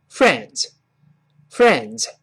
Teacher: 但是 d s 注意，有点像滋，读快了，声带几乎不震动。